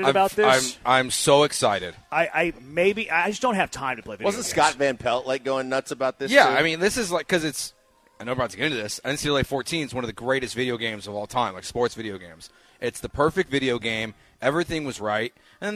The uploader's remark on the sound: live from The Decoy